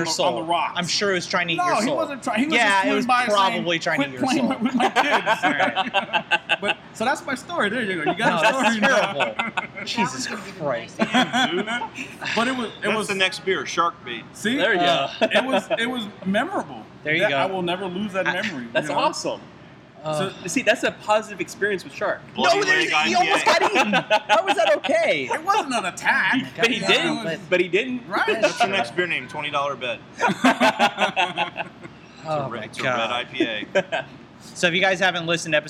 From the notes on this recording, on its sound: Record live from Tin Cannon Brewery in Gainesville with a live audience!